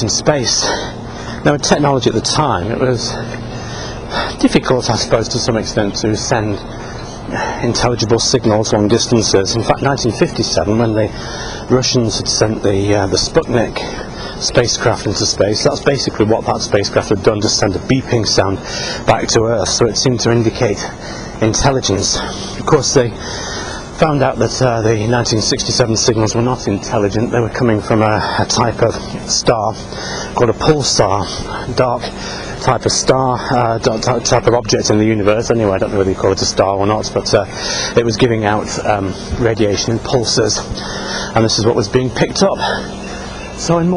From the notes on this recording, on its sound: While out walking his dog, Fraser.